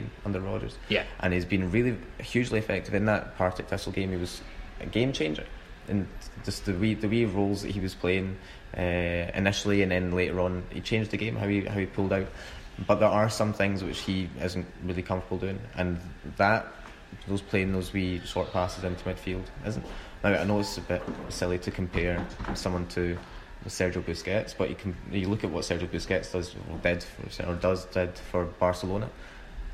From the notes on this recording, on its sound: The first section was recorded during the Lunch With The Cynics